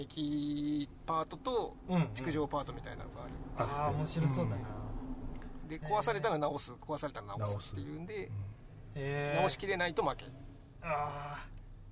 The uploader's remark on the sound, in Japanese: 南千住某セブンイレブンの駐車場スタジオで車中収録でした！